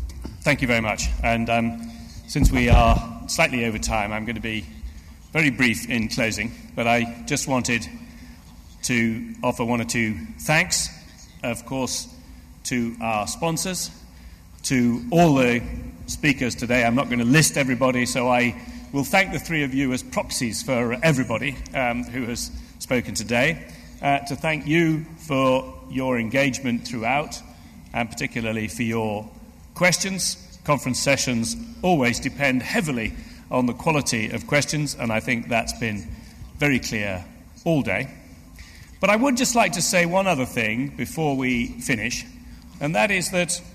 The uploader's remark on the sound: LSE Asia Forum 2010 - 15:30 - 17:00 - Plenary session. Followed by Q&A Session - Closing Remarks.